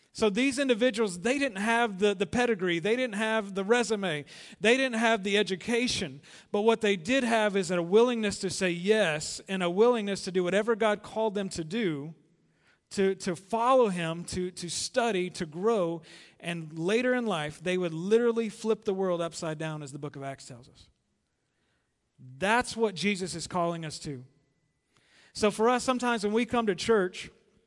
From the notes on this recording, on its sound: Recorded live at The Fellowship at Two Rivers on May 12, 2019.